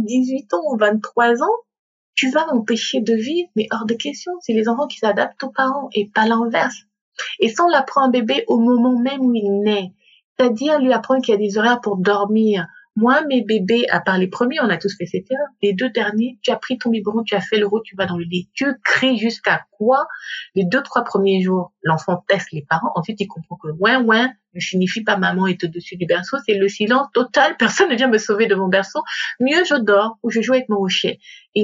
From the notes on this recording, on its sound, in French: Dans cet épisode enregistré à distance.